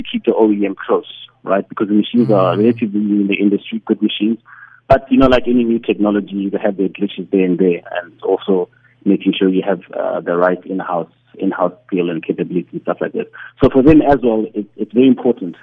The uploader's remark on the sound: Investing in African Mining Indab, the worlds largest mining investment conference is currently taking place here in Cape Town. Joining over the phone is.